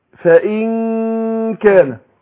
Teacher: فاقول فان كان، لكن ما اقولش فان كان على طول، لازم اديها الايه، الغنه مقدار الغنه حركتين، وبعدين اروح ناطق الكاف بعدها · Term: إخفاء النون عند الكاف